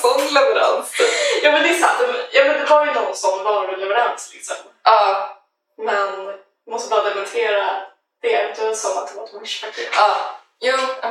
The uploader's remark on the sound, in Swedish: JA DET ÄR HEMSKT LJUD I DET HÄR AVSNITTET